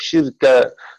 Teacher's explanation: فتكون قراءة نافع وشعبة بكسر السين وسكون الراء شر بكسر الشين وسكون الراء وتنوين الكاف شركا من غير مد ولا همزة